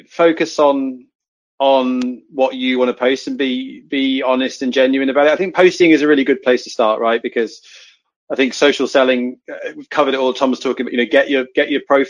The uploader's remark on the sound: This episode is the audio from our webinar this week